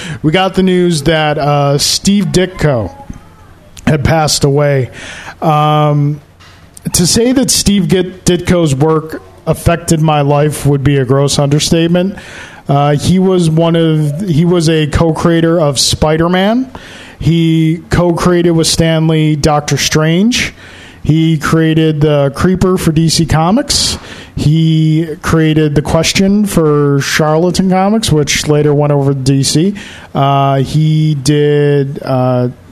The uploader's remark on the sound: LIVE at Daily Planet Coffee to celebrate 100 episodes and taking audience questions